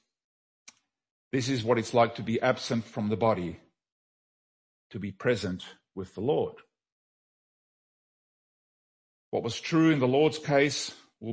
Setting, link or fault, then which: setting, large echoing room